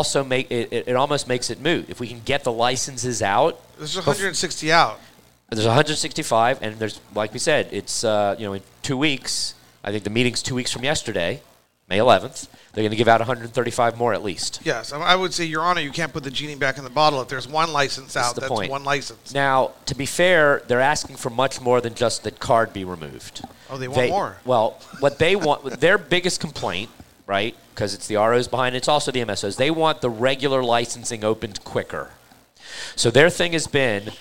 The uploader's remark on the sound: Recorded at MJUnpacked NYC